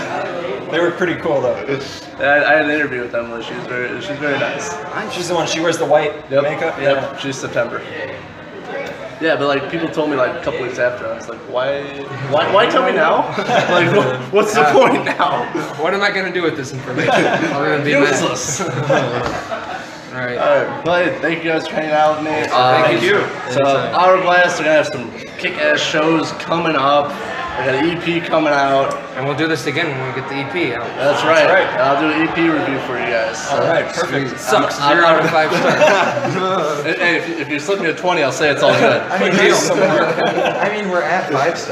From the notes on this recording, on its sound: This interview was impromptu without any prepared notes or questions recorded at the Five Star Dive Bar in lovely Elkhart, IN.